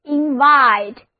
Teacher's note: 重音放在第二个音节上，后一个 I 字母发作 I 的双元音